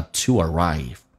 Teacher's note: to 跟 arrive 有一个连音，元跟元之间的连音，不是加 w 就是加 e，这个加个 w 叫 toarrive，但是那个 w 不要读得太清晰。